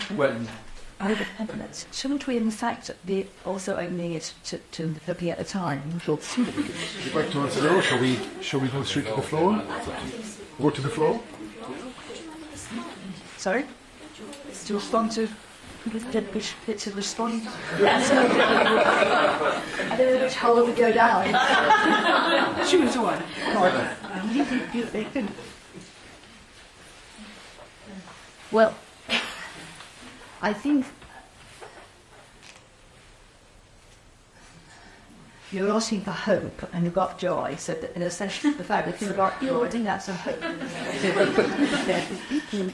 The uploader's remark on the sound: All four speakers give brief talks then open it to discussion with the audience.